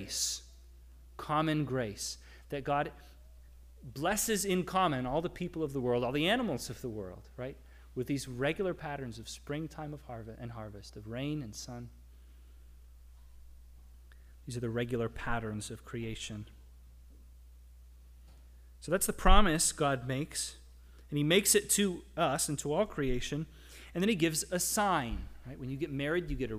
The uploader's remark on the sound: The audio recording of our worship service